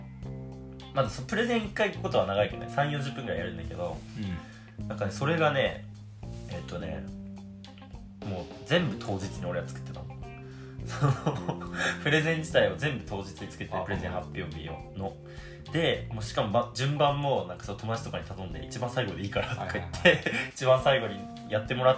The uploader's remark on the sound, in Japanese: ビーンバッグに乗って収録をしたせいで、豆が擦れる音がたくさん入ってしまっている。宅配便がきたところをカットしなければならなかった。